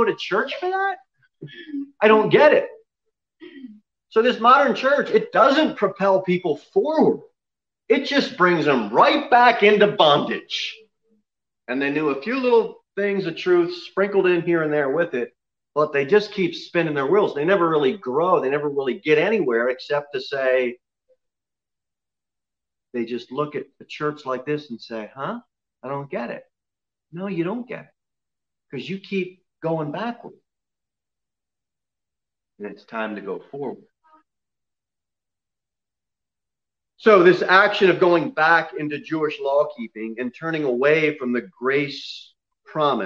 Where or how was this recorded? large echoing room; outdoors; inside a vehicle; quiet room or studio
large echoing room